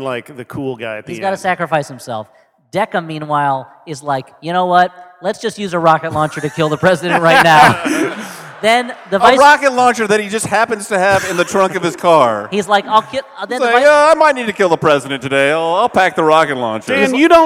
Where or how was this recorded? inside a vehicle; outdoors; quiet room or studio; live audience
live audience